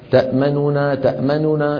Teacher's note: ما نو نا ثلاثة أحرف غنة متتالية متحركة، ثلاثة أحرف غنة متتالية متحركة، جربوها بفمكم هكذا تأمننا تأمننا، جربوها، فيها ثقل فيها ثقل.